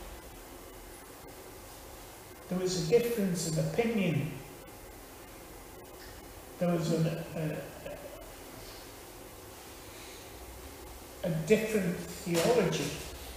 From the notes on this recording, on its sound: Teaching at Withington Christian Church